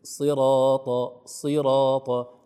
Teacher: الصاد مفخمة وإن كانت مكسورة يقل تفخيمها قليلا، لكن ليست سي، ليست صراط.